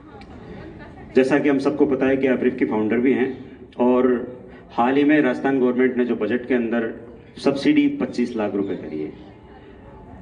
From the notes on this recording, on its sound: The Sessions have been recorded at The Jaipur International Poetry Festival.